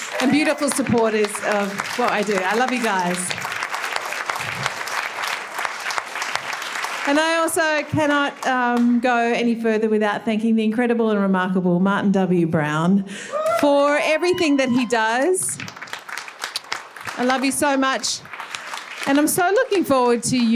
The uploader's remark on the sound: This is a live recording from our event.